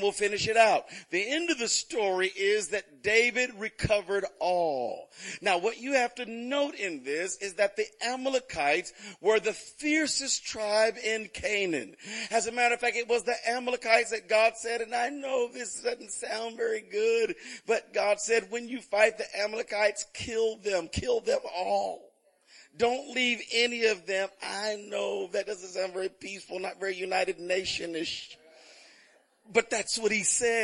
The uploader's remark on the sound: Recorded on 2016-10-23 at the 08:30am Service, also the 3rd day of PT's 2016 Fall Conference.